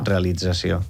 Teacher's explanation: tant el so de la S sonora com la T que passa a D, perquè la S sonoritza eixa T. Per una assimilació.